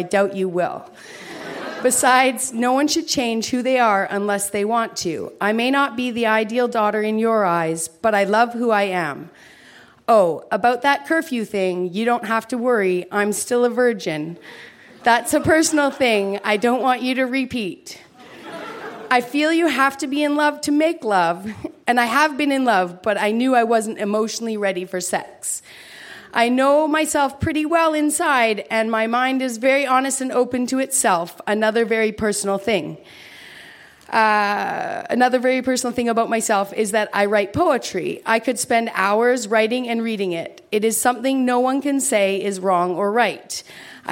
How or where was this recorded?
live audience